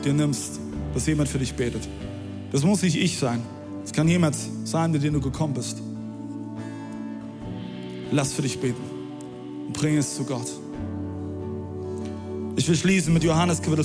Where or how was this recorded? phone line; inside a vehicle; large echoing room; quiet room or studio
large echoing room